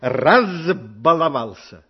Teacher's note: «Б» – звонкий согласный звук, значит, перед ним звук «з».